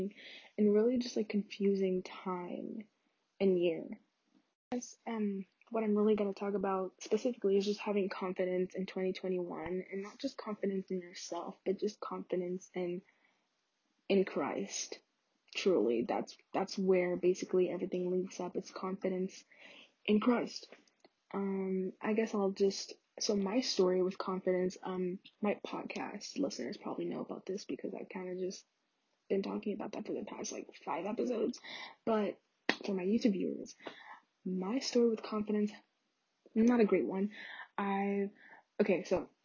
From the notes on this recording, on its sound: sry y'all the audio is pretty trash in this one